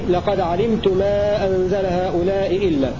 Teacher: أي قرأ الكسائي بضم التاء فيه